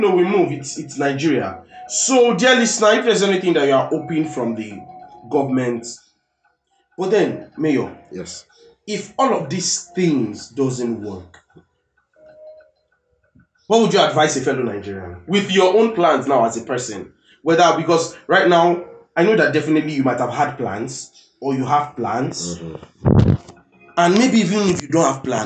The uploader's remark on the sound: Pardon us for the sound.